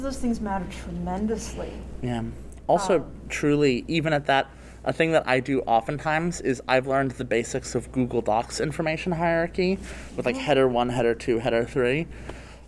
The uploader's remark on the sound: Recorded at Metatopia 2023